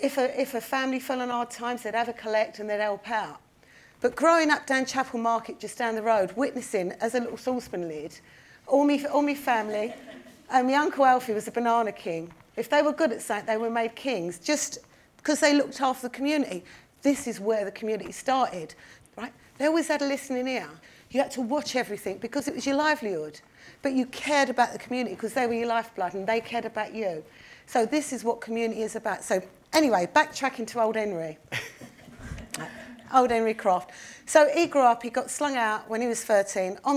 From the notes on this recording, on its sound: Special recording taken in front of a live audience at the London Podcast Festival. In this live episode, recorded in Kings Cross, it felt fitting to focus our conversation on London town.